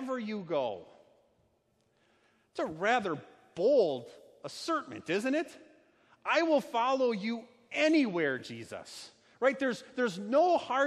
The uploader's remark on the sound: A sermon delivered at Our Savior Lutheran Church in Birmingham, AL, on Sunday, June 30, 2019.